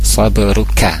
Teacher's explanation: ada ba sukun, di sana dipantulkan kolkola sugro